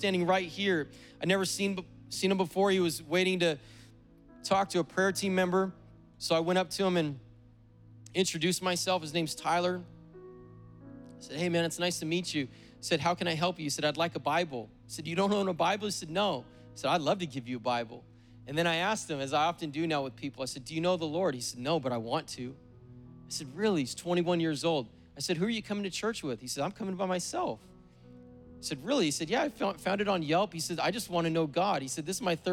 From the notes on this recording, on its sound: preached on August 8th at the 11:30AM service